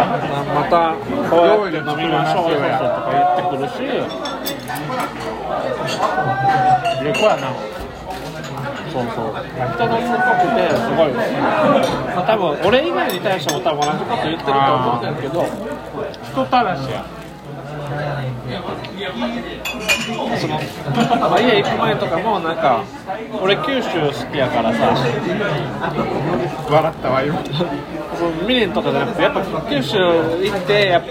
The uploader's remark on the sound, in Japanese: 居酒屋で録音したので後ろがうるさくてすいません